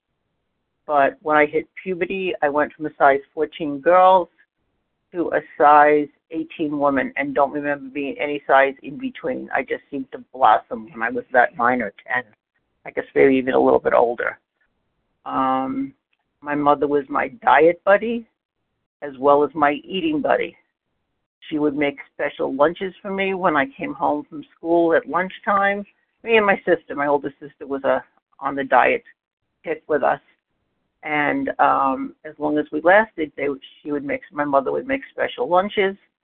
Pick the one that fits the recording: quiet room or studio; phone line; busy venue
phone line